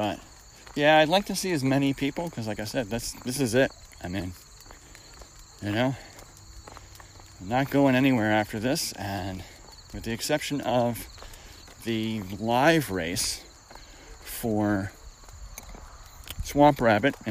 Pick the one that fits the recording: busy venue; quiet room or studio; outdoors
outdoors